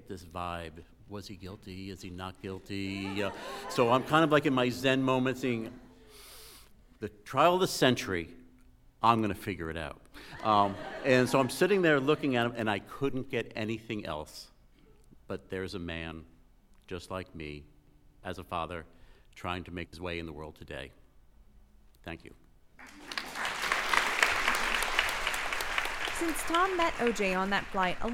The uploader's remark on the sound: an entire night of live storytelling